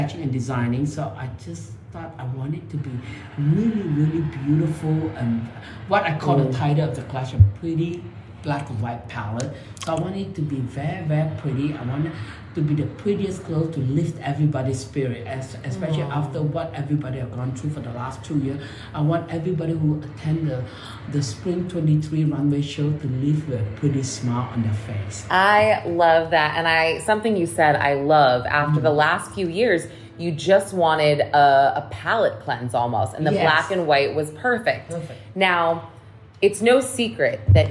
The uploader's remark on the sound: Live at his Manhattan Showroom. Interview was live in the showroom, so audio echoes slightly.